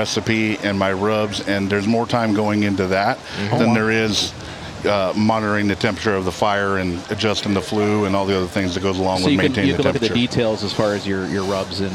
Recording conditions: busy venue